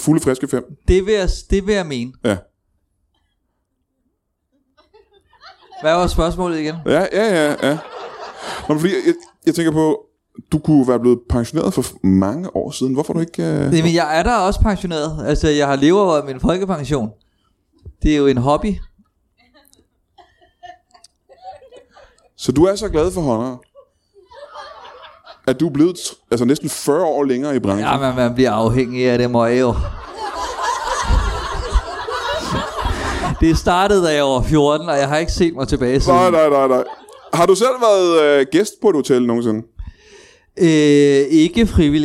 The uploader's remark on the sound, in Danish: LIVE fra Holbæk